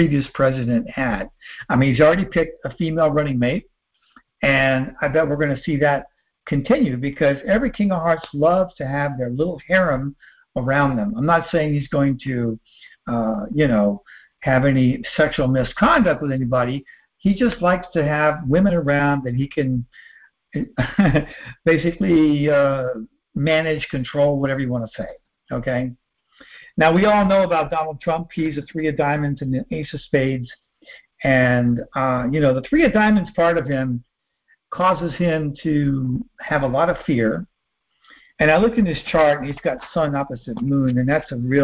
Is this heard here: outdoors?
no